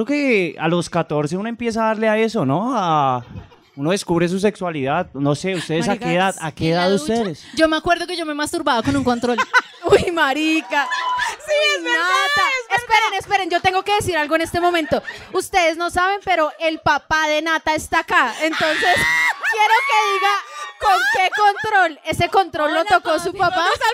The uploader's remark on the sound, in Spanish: Parte del podcast grabado en vivo el 19 de julio en Bogotá Colombia.